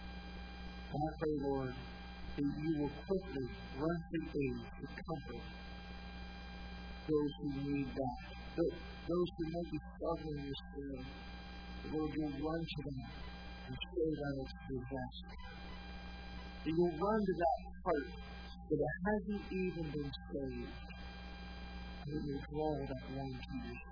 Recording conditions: large echoing room